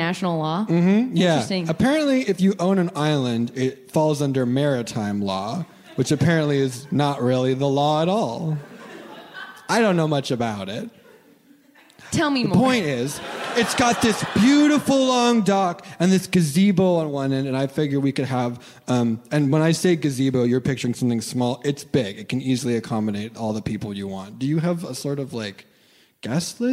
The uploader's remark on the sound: OFF BOOK Live! From the REACH Festival at the Kennedy Center. With a performance of the brand new musical.